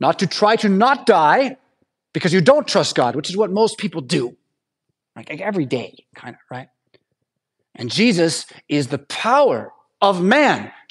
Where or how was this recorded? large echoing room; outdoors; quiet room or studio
large echoing room